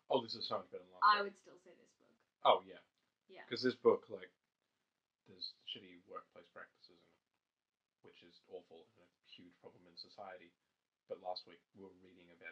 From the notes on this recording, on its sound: Sorry that the audio is very low